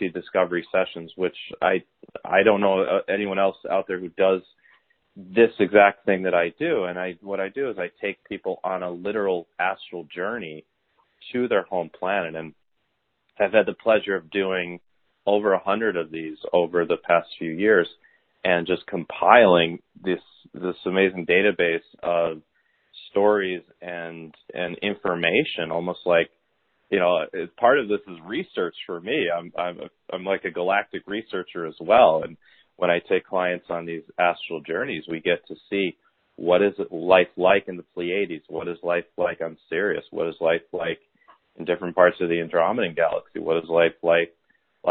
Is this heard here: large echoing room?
no